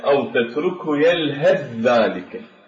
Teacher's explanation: فالثاء كما تعلمون هو حرف مهموس، والذال حرف مجهور، وقلنا أنه لا يصح هذا التقارب في النطق بالأصوات بين الحرف المهموس وبين الحرف المجهور، لذلك ينتقل اللسان، تبدل هذه الثاء، تدغم في حرف الذال، أو تتركه يلهث ذلك، فينتقل اللسان رأسا من الهاء إلى حرف الذال، فيكون هذا الإدغام.